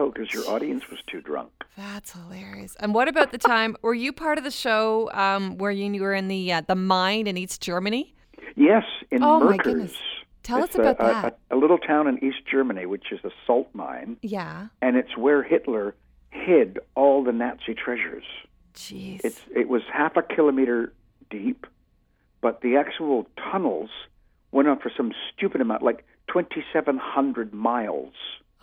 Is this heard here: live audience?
no